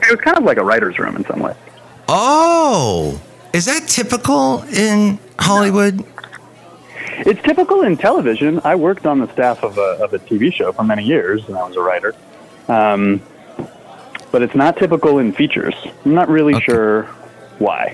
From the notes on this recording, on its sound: podcasts live from Café Anyway